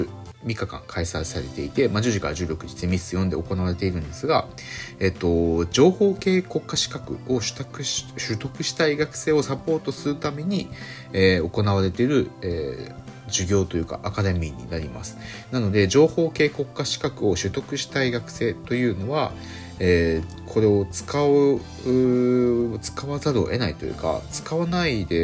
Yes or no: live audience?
no